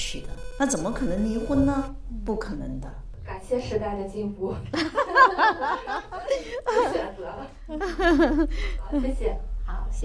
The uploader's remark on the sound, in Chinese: 实况录音。